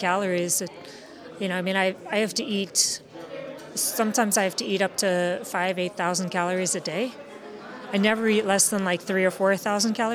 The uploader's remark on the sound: The interview was recorded on the 14th of September at the Animal Rights Conference in Luxembourg.